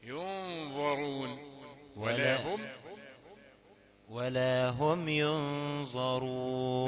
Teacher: احنا عاوزين الظاء لثويه، لثويه يعني تنطق من اللثه